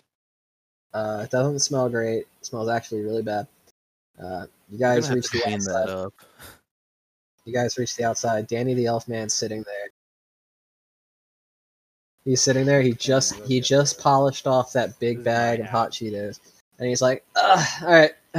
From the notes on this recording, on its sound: Had some technical difficulties with the recording of this one